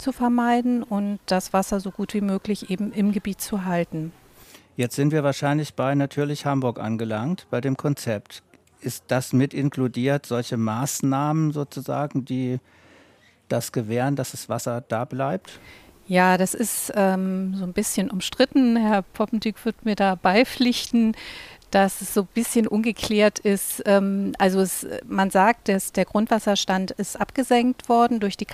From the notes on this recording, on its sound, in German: Im „Schmidtchen Palme Café“ im Loki Schmidt Garten aufgezeichnet. Ein wenig Fluglärm inklusive.